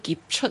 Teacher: 劫其实咧佢就系读咗收 P 吓